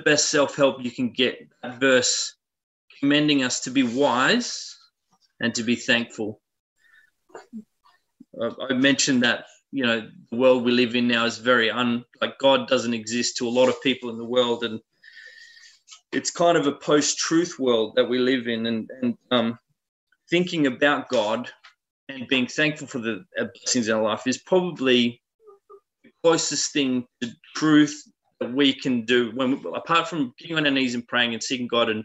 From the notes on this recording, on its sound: Talk 1 from the Wednesday United zoom meeting on 20 January 2021.